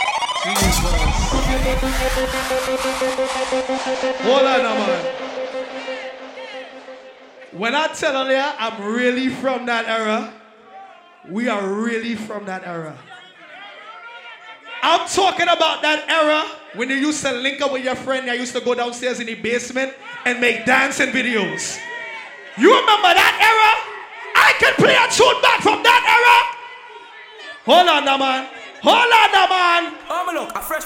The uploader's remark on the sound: Live At WHINE DOWN WEDNESDAYS 11.13.19